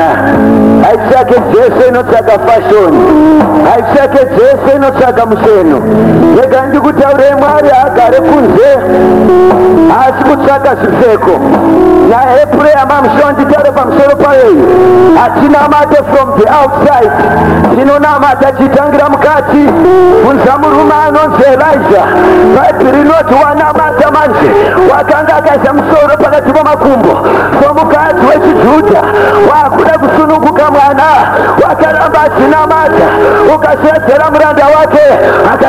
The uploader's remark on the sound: Here is a service recorded at an Alnight Prayer event in Zimbabwe.